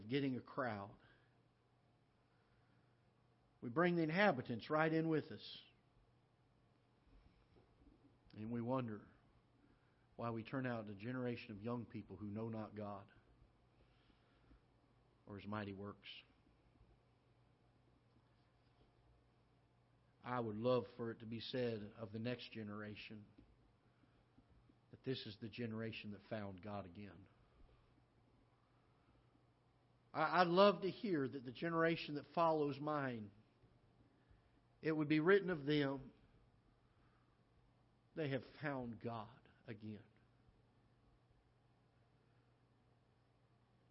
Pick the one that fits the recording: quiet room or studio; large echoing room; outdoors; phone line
large echoing room